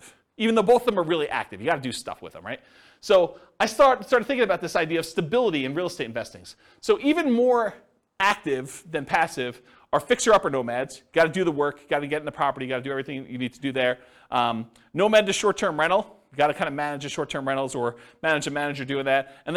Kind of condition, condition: setting, live audience